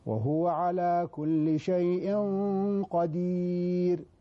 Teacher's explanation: نحن عندنا إخفاء تميم بالكسرة بعد القاف، والقاف من حروف الإخفاء، لكن الإخفاء هنا مفخم. ليه؟ لأن القاف من حروف الاستعلاء. وهو على كل شيء قدير، اللسان مستعلي.